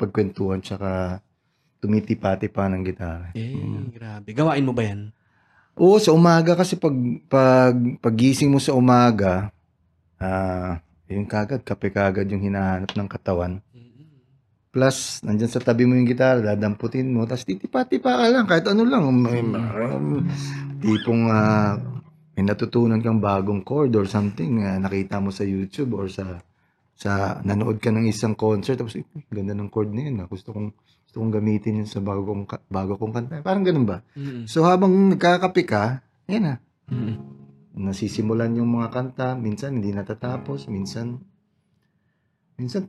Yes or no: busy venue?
no